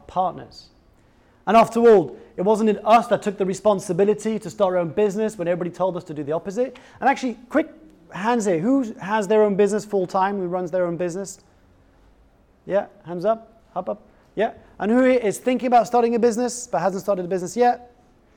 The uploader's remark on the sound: sold out live talk at General Assembly